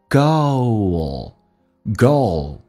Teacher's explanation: it's not some greatgoal， goal 这个单词特别难发，首先 o 这个发音双元音，先发 a 再发 u，o，很多人会发成 great girl 或者 greatgirl，这都是有问题的。 L 这个发音要发出来，舌尖抬起来靠向你的上齿龈，在你上牙齿后背的一点点地方，叫 O。Goal，goal， greatgoal，great 的 T 去掉阻塞一下， greatgoal， greatgoal。